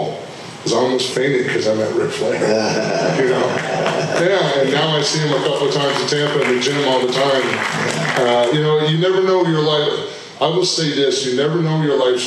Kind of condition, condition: setting, live audience